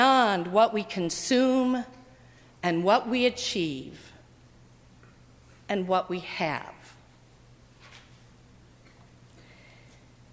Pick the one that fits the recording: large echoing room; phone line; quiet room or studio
large echoing room